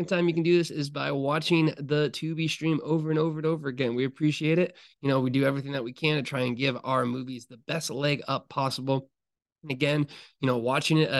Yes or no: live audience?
no